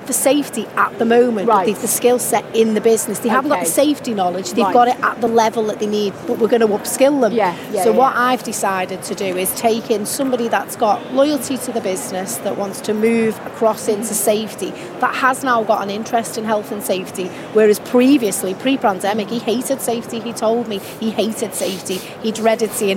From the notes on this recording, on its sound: In this episode, we drop in on a panel debate. Recorded in the Operational Excellence Theatre at Safety & Health Expo in May.